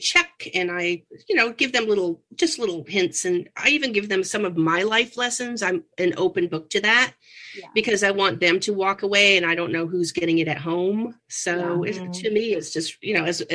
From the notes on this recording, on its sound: We apologize the audio is a bit wacky - we are all recording remotely.